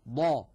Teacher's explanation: كانت القبائل العربية بعضها يتكئ على حافة لسانه اليمنى، وبعض القبائل يتكئ عند نطق الضاد على حافة لسانه اليسرى، وبعضهم كان يخرجها بتوزيع الضغط توزيعا متعادلا بين الحافتين